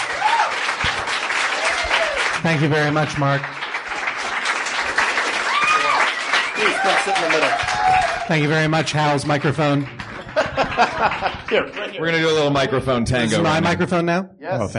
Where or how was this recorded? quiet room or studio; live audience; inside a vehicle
live audience